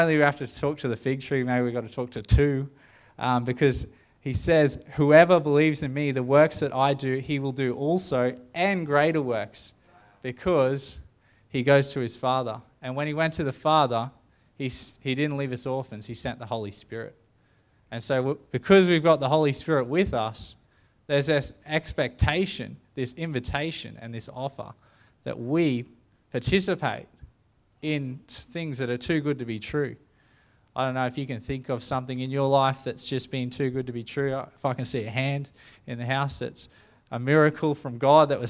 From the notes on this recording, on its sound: The live stream of Destiny Church Atherton.